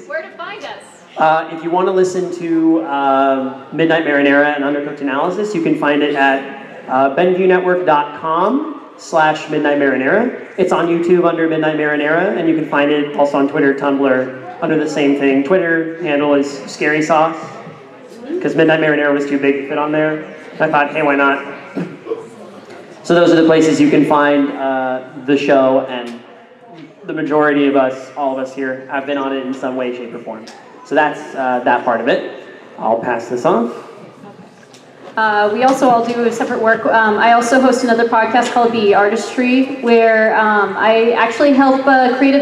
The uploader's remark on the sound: Live at Ohayocon